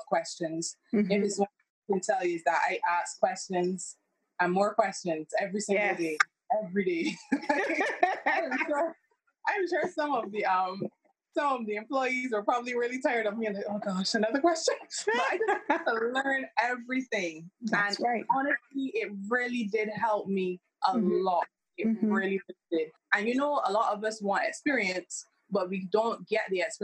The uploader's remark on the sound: Sincere apologies for the sound quality in this episode.